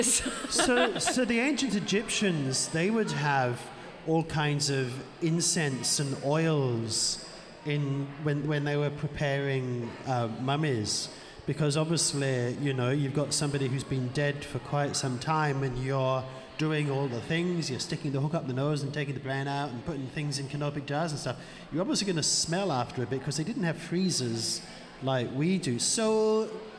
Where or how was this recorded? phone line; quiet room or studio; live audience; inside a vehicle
live audience